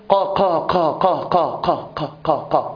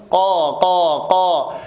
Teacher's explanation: وينبغي على القارئ أن يتحفظ في نطق القاف، فلا يخرج فيها شيئا من الهواء كما يفعل كثير من المصريين خاصة، فتجد بعضهم يقرأ مثلا قا قا قا قا قا قا قا قا قا، غلط، قا قا قا. هذا الصوت أو هذا الزمير الذي نسمعه يدل على جهر القاف، فالقاف مجهورة وليست مهموسة · Shown in: second take